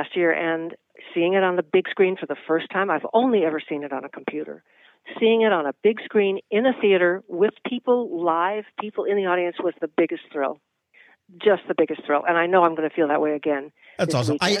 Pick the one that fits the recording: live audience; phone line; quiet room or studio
phone line